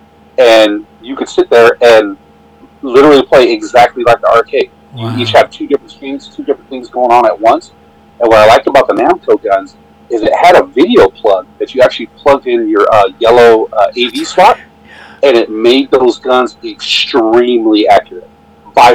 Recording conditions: poor sound quality